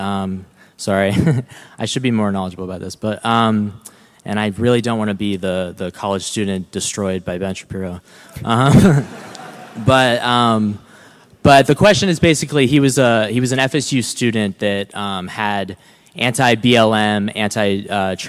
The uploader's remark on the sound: LIVE at Florida State University.